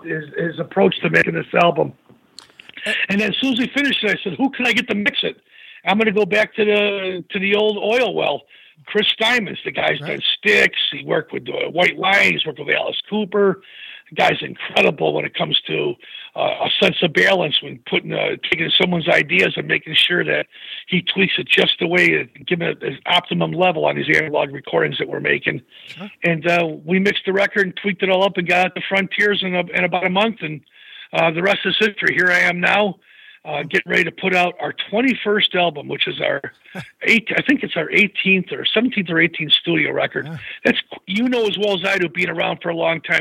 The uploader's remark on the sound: called